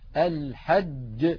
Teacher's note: مخرج الجيم وكيف يخرج من وسط اللسان مع انقفال المخرج انقفالا تاما. نلاحظ على اللوحة المنطقة الزرقاء اللون والتي تمثل منطقة التي يقرع فيها وسط اللسان الحنك الأعلى، وسط اللسان مع وسط الحنك الأعلى. · Term: جيم شديدة